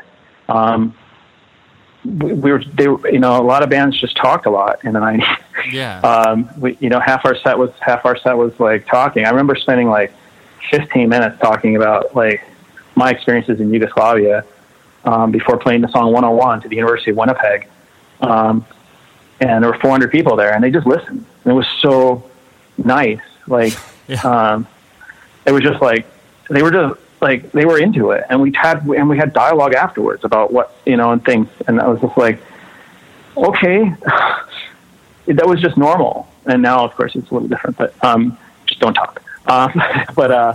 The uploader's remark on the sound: We hang out one afternoon on the phone